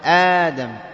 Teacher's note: أبدلت الهمزة إلى حرف مد يجانس الحركة التي قبلها. فأأدم أبدلت الهمزة إلى ألف لأن ما قبلها مفتوح · Term: مد البدل